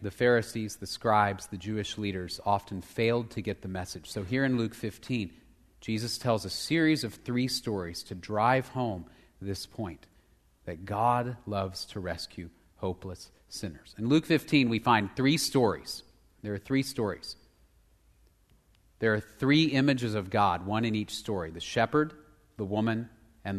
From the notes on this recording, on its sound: Location: Grace Bible Church Southwood.